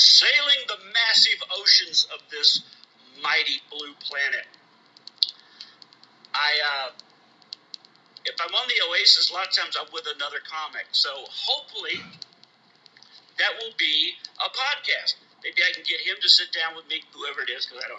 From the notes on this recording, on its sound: recorded from my phone in my car!